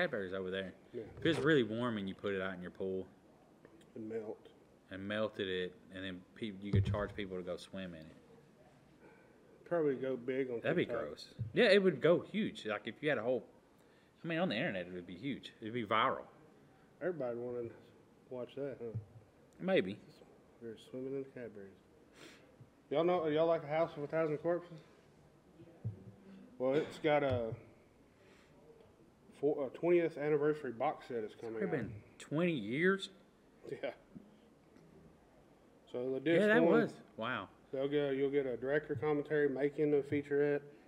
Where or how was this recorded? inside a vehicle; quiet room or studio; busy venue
busy venue